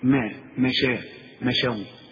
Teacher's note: شوف الميم مرققة إزاي، والشين خد بالك برضو إنها مرققة